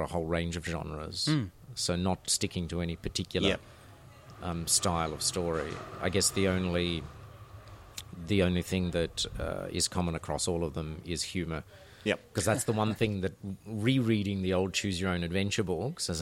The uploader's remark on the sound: Recorded live at the Brunswick Street Bookstore.